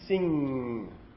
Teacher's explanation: And we've got a velar nasal, as in sing.